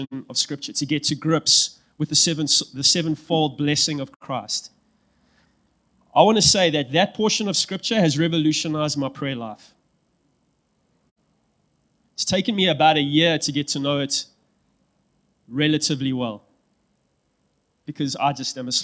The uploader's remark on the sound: Apologies but the first few minutes of the sermon were not recorded due to an issue with the stream.